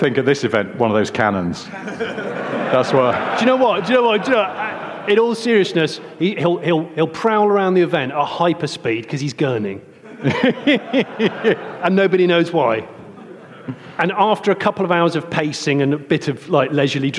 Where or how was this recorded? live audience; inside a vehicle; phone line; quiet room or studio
live audience